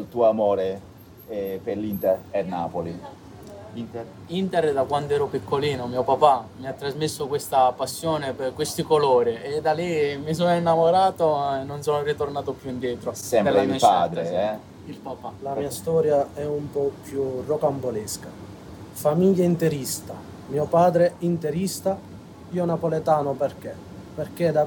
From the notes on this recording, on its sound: Live from the Stadio Diego Armando Maradona. Stadium ambience, hear what it's like to be there!